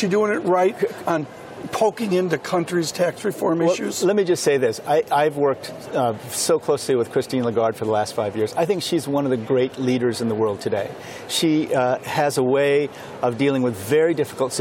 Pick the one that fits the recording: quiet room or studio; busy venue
busy venue